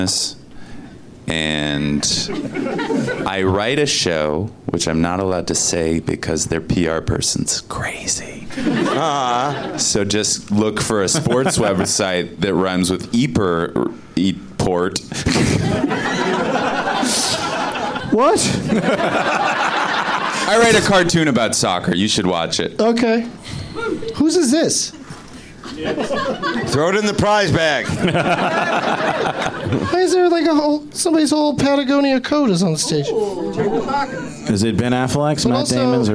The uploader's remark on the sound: Live from the Improv in Washington D.